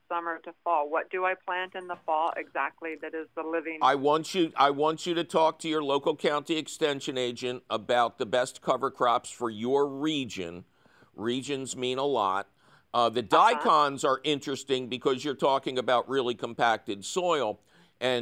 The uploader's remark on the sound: it’s a phone call question show!